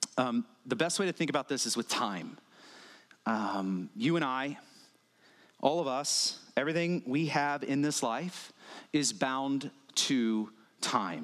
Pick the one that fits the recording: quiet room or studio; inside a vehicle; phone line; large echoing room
large echoing room